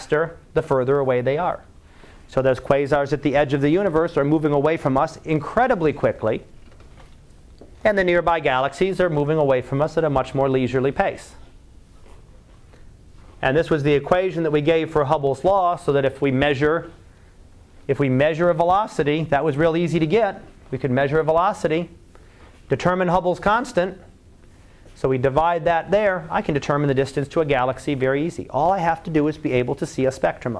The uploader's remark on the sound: Live Class Lecture